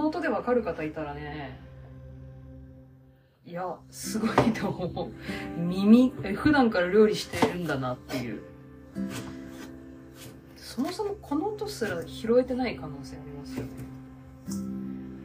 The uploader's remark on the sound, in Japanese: 本日は初めて料理をしながらのラジオ収録を行いました。